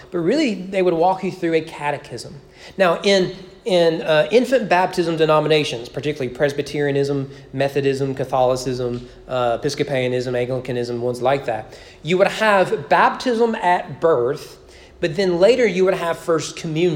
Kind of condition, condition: setting, large echoing room